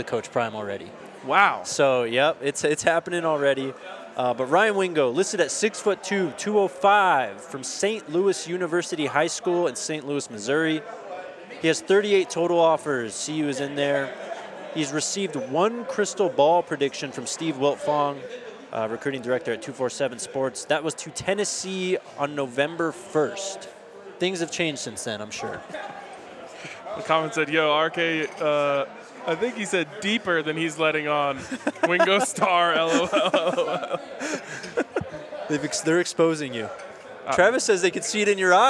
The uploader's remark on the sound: coming to you live from the Breck Farmhouse!